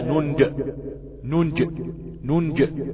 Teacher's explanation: فلما أقول ننجي أقلق الجيم، أقول حقا علينا ننج ننج ننج، نعم، وليس ننجي.